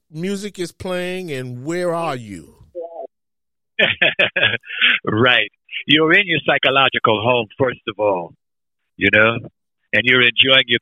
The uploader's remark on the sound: Telephone Interview